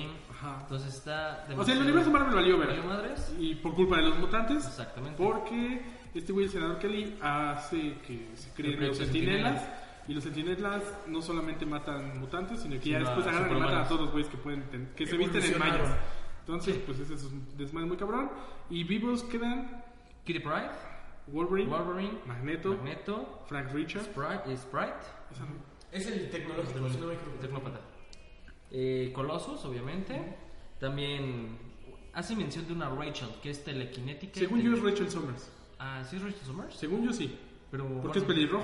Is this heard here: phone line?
no